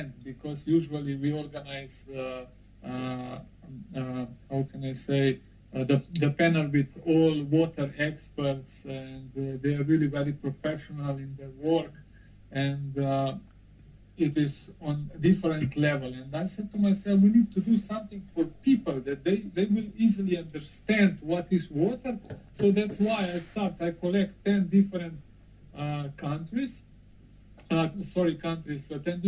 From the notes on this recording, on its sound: Sorry for the bad audio quality